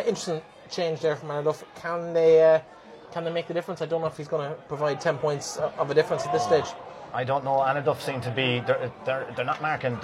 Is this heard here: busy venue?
yes